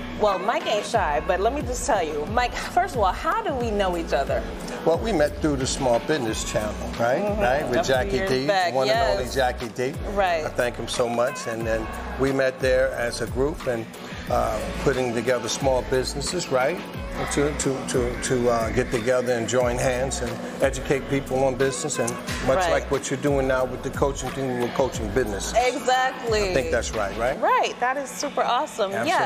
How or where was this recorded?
busy venue